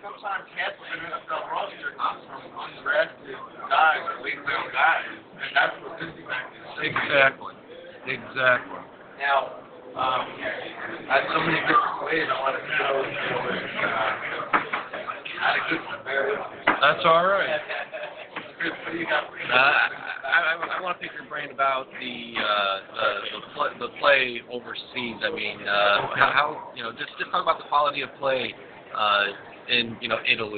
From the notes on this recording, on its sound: The 3rd Annual College Gridiron Showcase on location in Bedford, Texas. On location at the Holiday Inn in the City of Bedford.